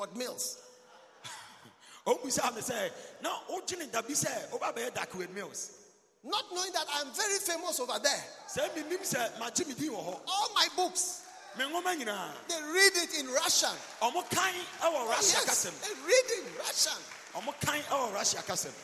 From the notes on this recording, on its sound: Preached at the Healing Jesus Campaign Pastor's Conference in Suhum, Ghana